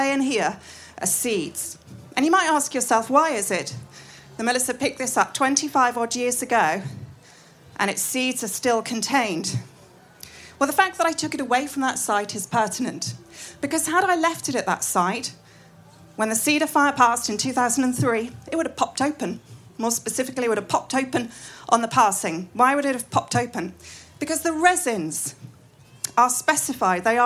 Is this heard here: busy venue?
yes